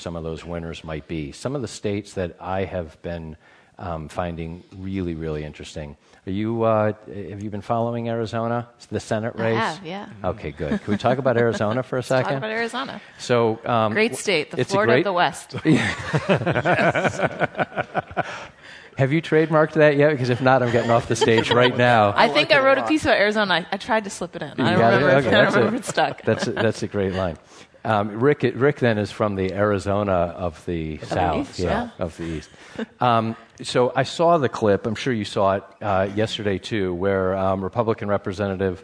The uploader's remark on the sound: Live from Harvard's Kennedy School. This is a special live edition of Political Wire Conversations. I hosted an outstanding live event and discussion at Harvard’s Kennedy School.